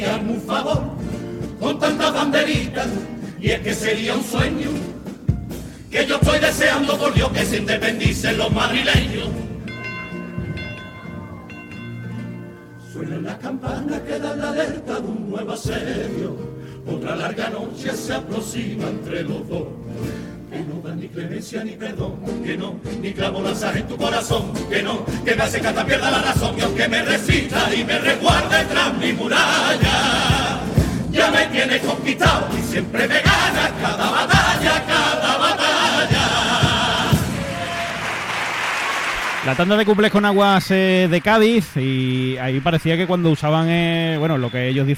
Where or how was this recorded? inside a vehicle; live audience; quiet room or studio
live audience